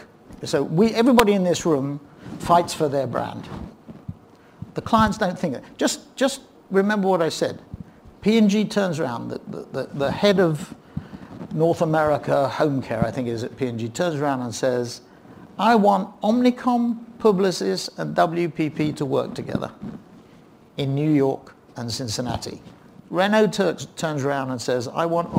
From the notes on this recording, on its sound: In a keynote session from PRovoke18